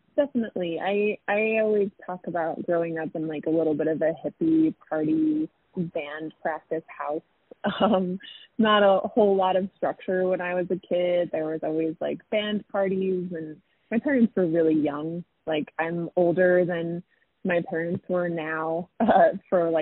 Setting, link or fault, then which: link, phone line